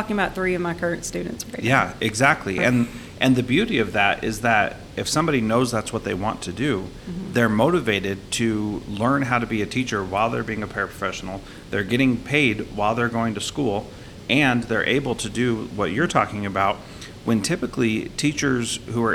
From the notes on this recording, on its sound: This interview is from a recent conference